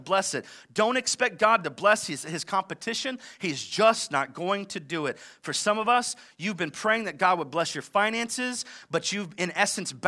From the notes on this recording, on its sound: live from Covenant Church